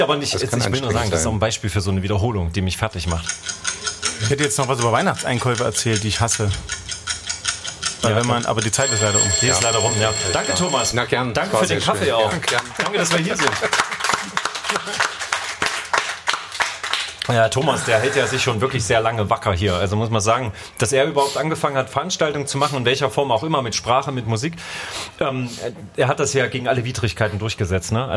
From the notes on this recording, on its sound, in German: LIVE 01-Cafe Füchsen, Juli 2022. In einer Live-Veranstaltung ihrem Publikum. In kuscheliger Café-Biergarten-Atmosphäre. Laden das Publikum später zu einer Art Mitmach-Q&A ein.